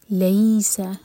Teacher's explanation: سین سیٹی والی آواز کے ساتھ